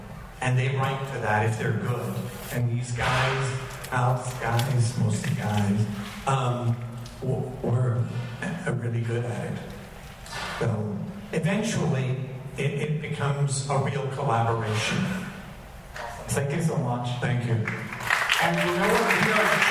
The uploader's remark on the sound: Star Trek Las Vegas. The audio quality on this one is a little rough.